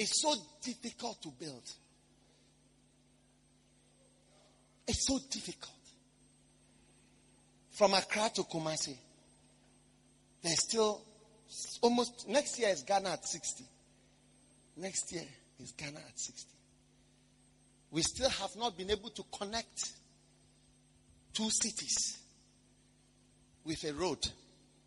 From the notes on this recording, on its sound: Preached at the Action Chapel International, Accra.